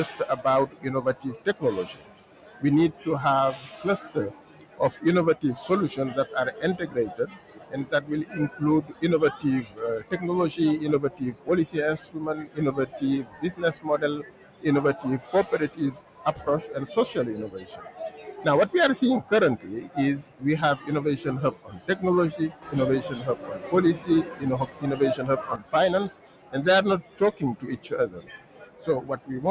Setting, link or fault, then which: setting, busy venue